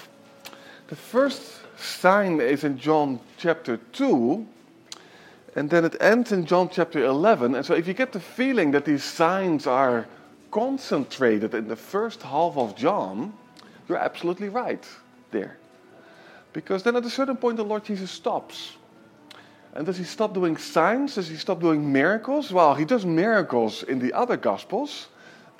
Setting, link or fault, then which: setting, large echoing room